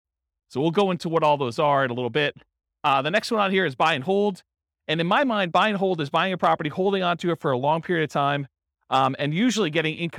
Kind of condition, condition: setting, live audience